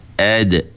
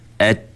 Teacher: huruf dal dengan ta ni, dia duduk tempat yang sama, sejenis. Itu dia panggil mutajanisain.